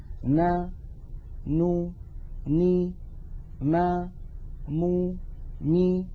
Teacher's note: هذه الأصوات الستة فيها غنة أنقص ما تكون وهي متساوية في الزمن